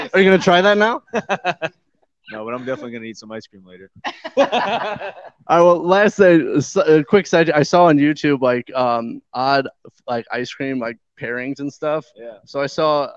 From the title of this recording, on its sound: SCR Live From Motoblot